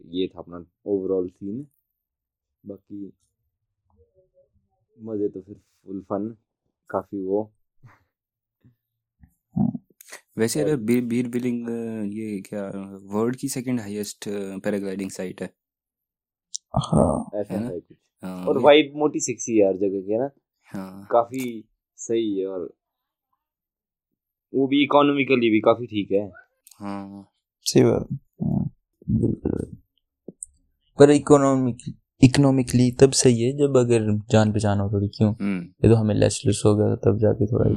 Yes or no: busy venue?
no